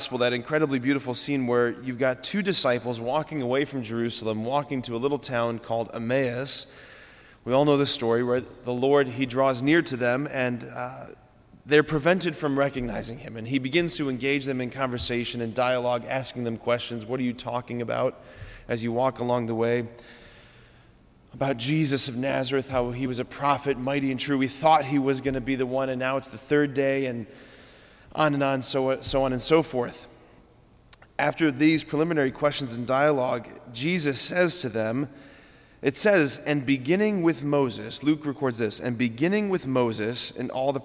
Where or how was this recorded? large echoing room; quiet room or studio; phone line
large echoing room